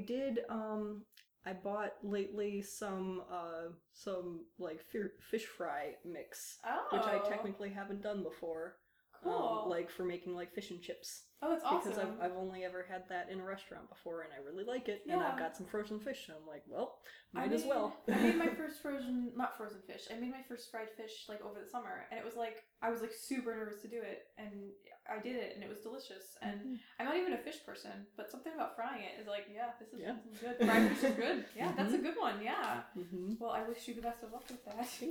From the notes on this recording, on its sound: Apologies for the audio quality on this one! My mic broke so I had to borrow one I wasn't familiar with.